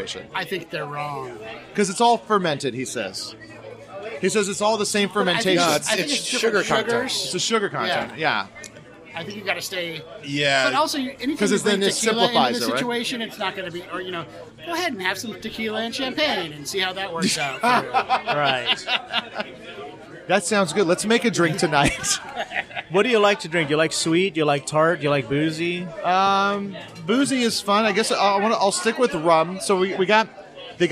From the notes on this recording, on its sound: Join us for a couple rounds of cocktails as we record this episode live from the legendary Tiki-Ti on Sunset Boulevard!